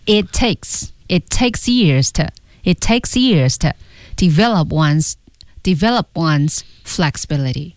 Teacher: 那这句话最慢的两个单词就是一个是 years，其次是 take。而其他的词呢，语速还是偏快